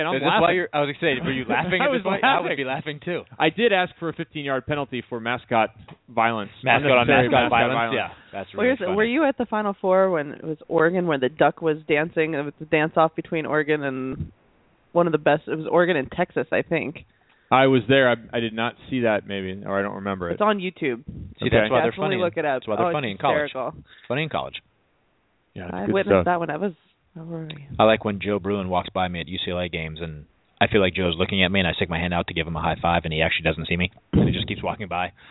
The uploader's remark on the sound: will be calling